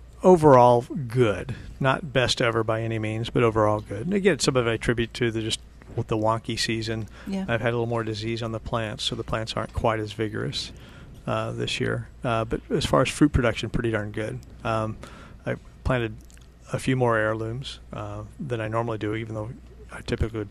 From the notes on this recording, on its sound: Plant Experts Live at Prairie Gardens. Every Saturday morning live from Prairie Gardens.